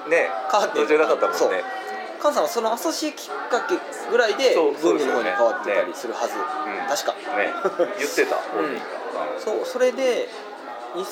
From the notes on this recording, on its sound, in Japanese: ビジネスサロンでの収録なので周りガヤガヤしています。